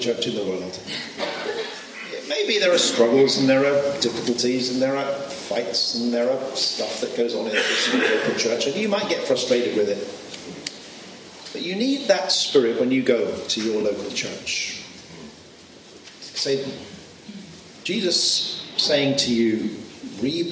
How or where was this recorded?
busy venue